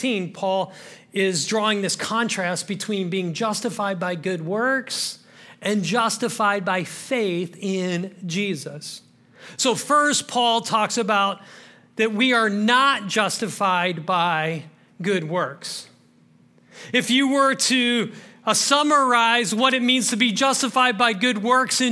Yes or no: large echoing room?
yes